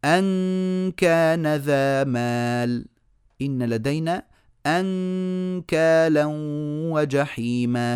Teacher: لساني مرفوع وملتصق في مخرج الكاف